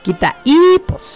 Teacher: Y que hay una H intermedia entre el quita y hipos, pues obviamente la vocal que se pronuncia con más fuerza y es la I, por lo tanto tenemos un hiato de vocal débil y tiene que llevar tilde, quita hipos.